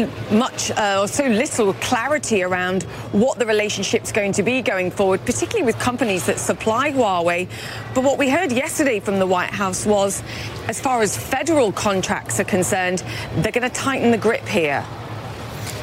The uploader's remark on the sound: live from the New York Stock Exchange